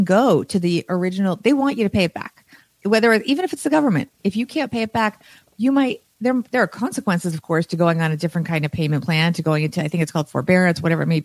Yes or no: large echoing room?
no